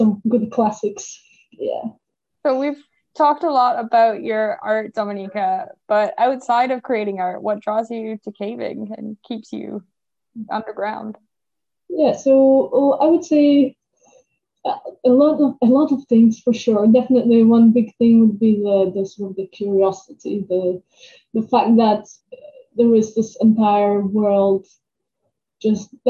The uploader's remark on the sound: We apologise for the sound quality in this episode…recording a podcast during lockdown had its challenges!